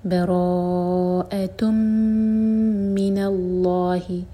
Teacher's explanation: اس کے بعد ہے براءۃن، با لائٹ، را ہیوی، اور را چار حرف کا لمبا ہوگا، یہ ہے مد متصل، اور حمزہ کو کلیئر پڑھیں اس کے بعد براء، اور تا کی تنوین کے بعد ہے میم، تو یہاں پر ہم کریں گے ادغام غنہ کے ساتھ، میم کو ہولڈ کریں گے اور مرج کریں گے تنوین کو میم سے. براءۃن من اللہ، لام اجلالہ ہیوی، و رسولی، ہم یہاں رکیں گے تو ہا کو ساکن کر کے رکیں گے.